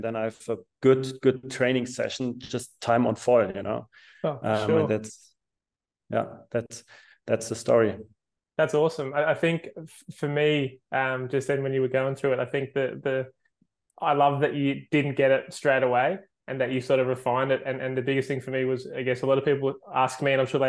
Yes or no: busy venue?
no